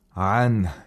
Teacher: عنه، in the word عنه we have إظهار of نون ساكنة، which means نون is pronounced completely, fully, from its original place of articulation without any deficiency